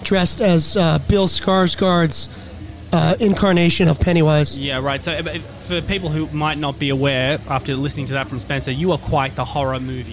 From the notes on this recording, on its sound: We go backstage at Good Things Festival in Sydney to chat with a bunch of the acts on the line-up.